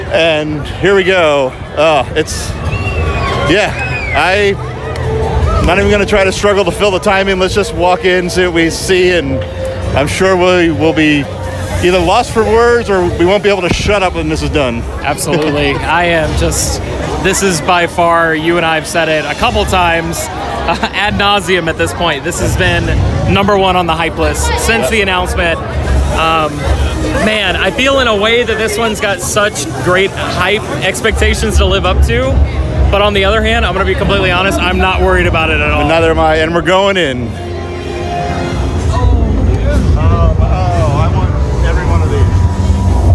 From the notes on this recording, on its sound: It’s our annual “live from the park” opening night instant reaction episode for Halloween Horror Nights Orlando.